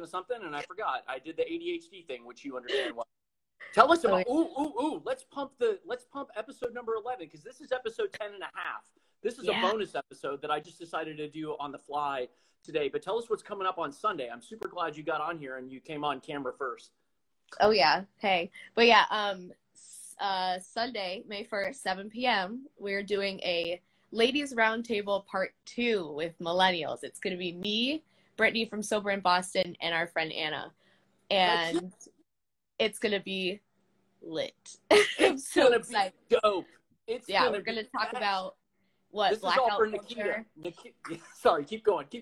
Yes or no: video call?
yes